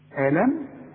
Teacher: الميم ساكنة عليها السكون ما فيهاش غنة